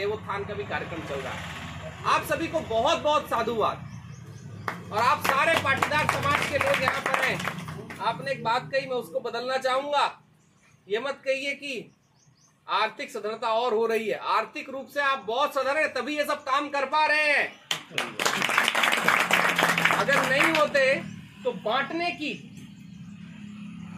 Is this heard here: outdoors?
yes